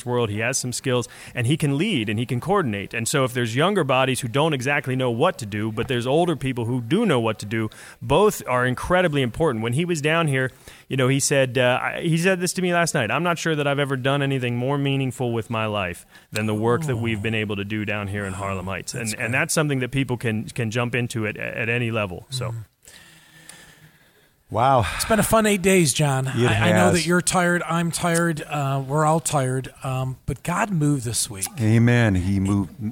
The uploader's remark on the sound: Live Interview During #EDOHXIX